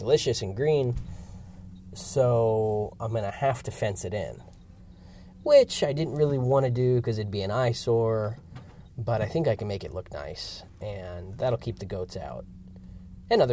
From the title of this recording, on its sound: Field Recording